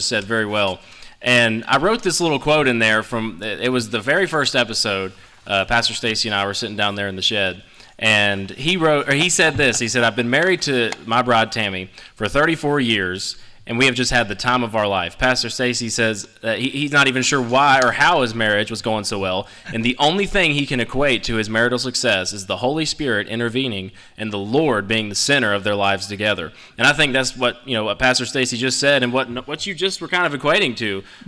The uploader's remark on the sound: The Be The Man Podcast went LIVE at Trinity of Fairview!